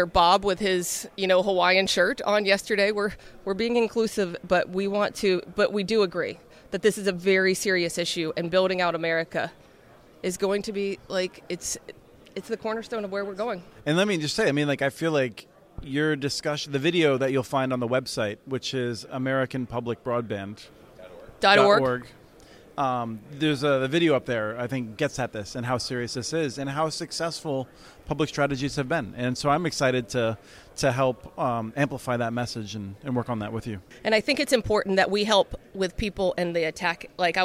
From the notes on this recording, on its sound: joined live from Broadband Communities